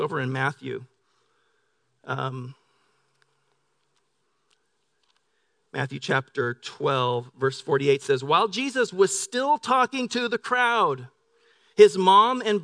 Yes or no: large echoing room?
yes